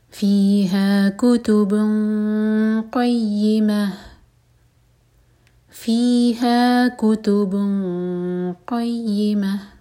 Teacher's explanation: قیمہ اور آخر میں ہا کا ساؤنڈ کلیئر آئے